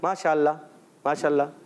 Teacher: اللہ کے لام کو اس میں جلال کے لام کو پر بھی کرتے ہیں